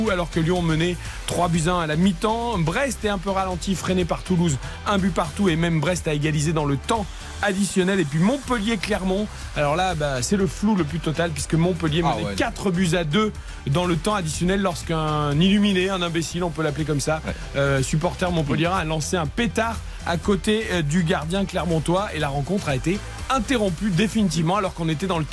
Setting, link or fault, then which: setting, busy venue